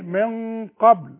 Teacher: دي القاف تخينة فالغنة بتبقى تخينة